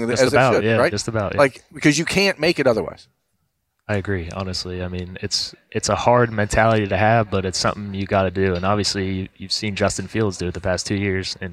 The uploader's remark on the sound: As always, Lettermen Live is hosted by Roosters on Olentangy River Road in Columbus.